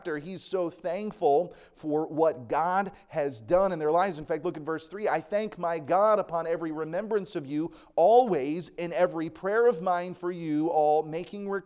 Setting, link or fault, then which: setting, large echoing room